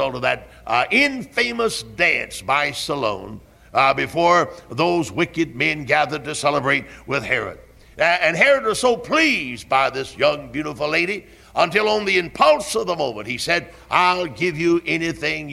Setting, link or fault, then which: setting, large echoing room